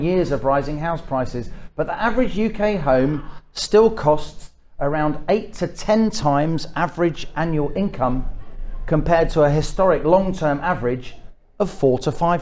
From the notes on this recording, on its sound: in a debate organised by the SDP and held in London on 19th September